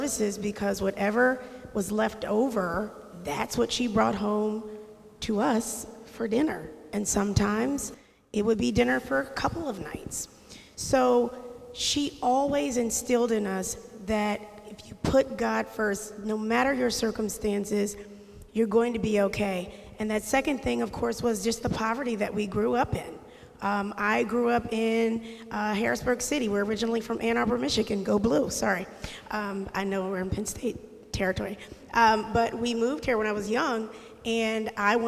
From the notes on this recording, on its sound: This message was first preached on September 12th 2021 at Linglestown Life Church in Harrisburg PA.